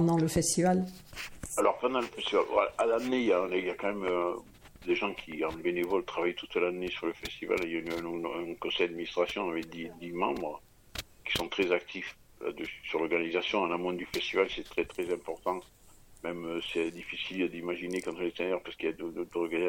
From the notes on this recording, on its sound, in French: Entretien téléphonique